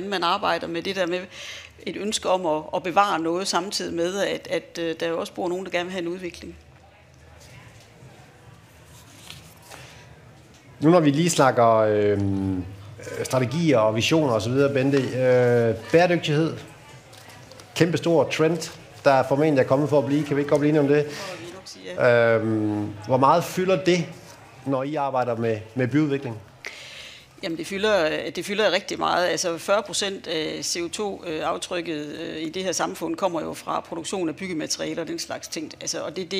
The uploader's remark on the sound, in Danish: udsendelsen er optaget under Aarhus Festuge foran et publikum i Jyske Bank LIVE-studiet på Strøget, Søndergade 5.